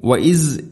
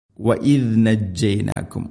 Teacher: ദാൽ ഉച്ചരിക്കുന്ന സമയത്ത് നാവിന്റെ അറ്റം മുൻ പല്ലുകളുടെ ഇരുനിരകൾക്കിടയിലൂടെ വളരെ നേരിയ തോതിൽ നാവിന്റെ അറ്റം പുറത്തായിരിക്കണം · Shown in: second take · വഇദ് നജ്ജൈനാകും വഇദ് നാവിന്റെ അറ്റം വഇദ് നജ്ജൈനാകും വഇസ് എന്നാൽ നാവ് പൂർണ്ണമായിട്ടും പല്ലുകൾക്ക് ഉള്ളിൽ അങ്ങനെയായിരിക്കും.